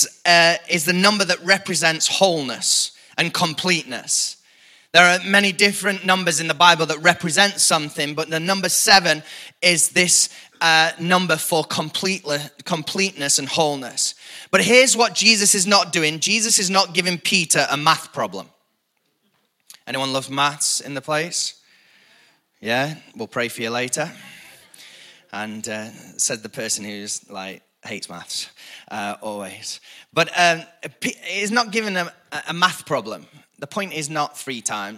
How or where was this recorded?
large echoing room